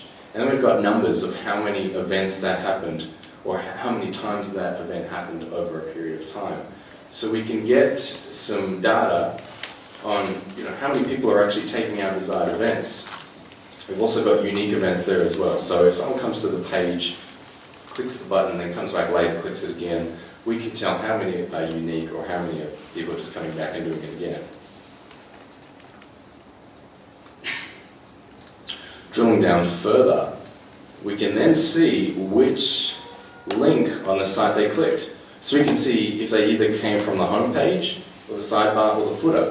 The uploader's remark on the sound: In this podcast episode, I show a small snippet from a recent presentation I gave at a schools conference in Queensland.